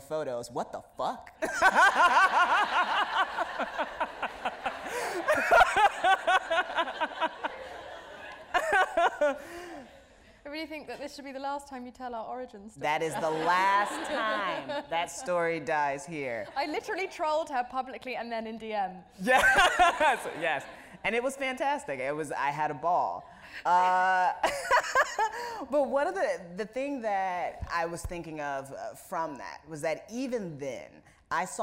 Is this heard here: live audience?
yes